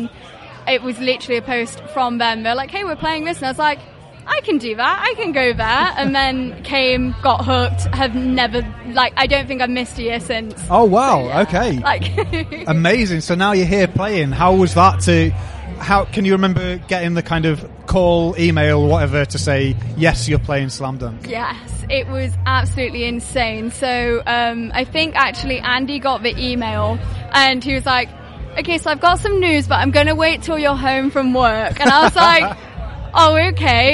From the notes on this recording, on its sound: We’re kicking off with the first of 4 episodes featuring conversations recorded at Slam Dunk festival 2022! This was the busiest day of recording we’ve ever had but was great to speak to so many people.